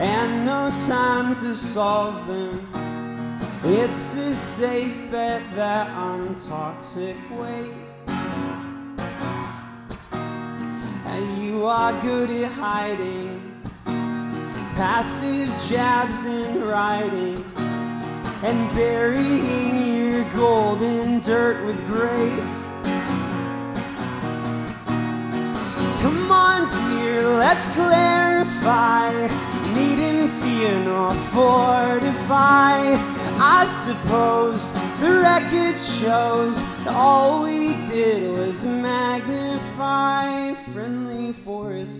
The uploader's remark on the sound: Live from Fremont Abbey Arts Center, Seattle, September 10th, 2013.